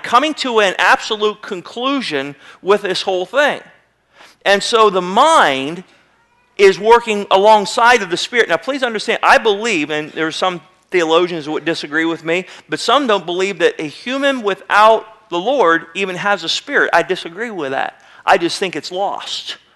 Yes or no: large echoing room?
yes